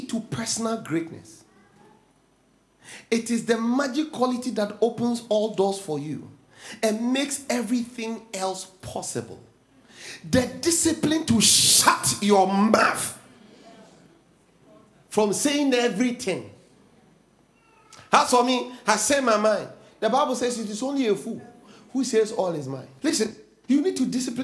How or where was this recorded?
large echoing room